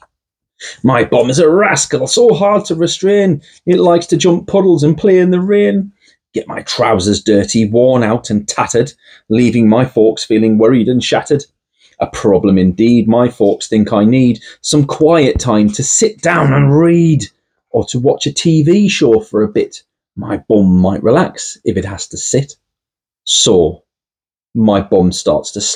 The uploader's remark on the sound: Apologies for the audio quality - we tried a different microphone, will be going back to the old one!